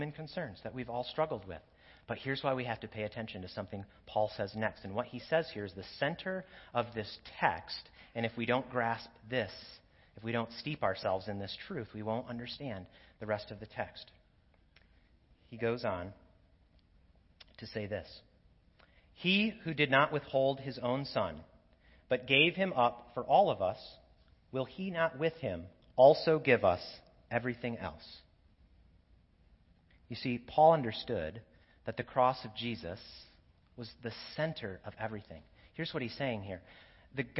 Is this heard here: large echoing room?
yes